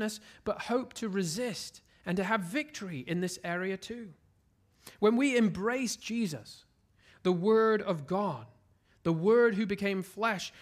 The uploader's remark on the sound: at Covenant Hope Church in Dubai, UAE